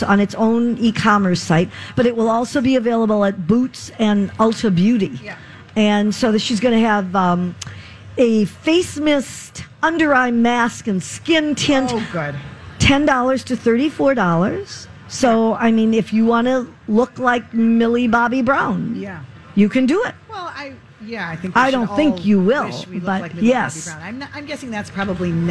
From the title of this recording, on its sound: Live From The Minnesota State Fair